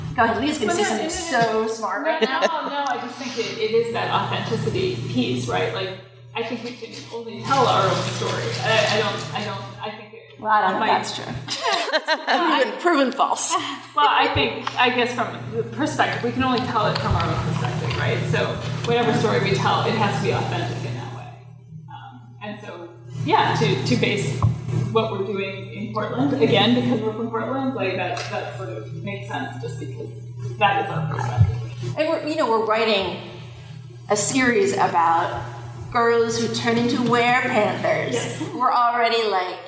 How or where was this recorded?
live audience